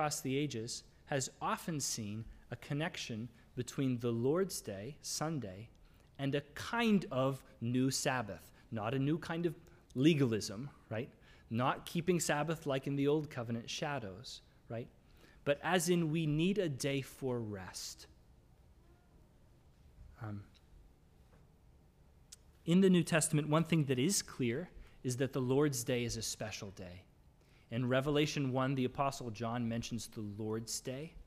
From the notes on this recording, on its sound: This is the audio from the entire service.